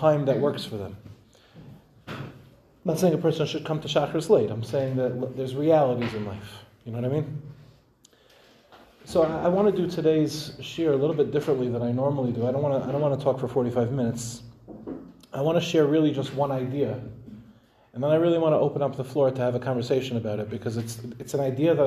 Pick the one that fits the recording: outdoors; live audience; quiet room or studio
live audience